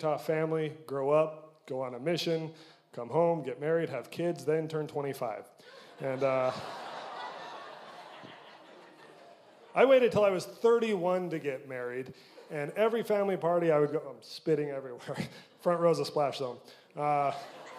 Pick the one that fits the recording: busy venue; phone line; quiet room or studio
busy venue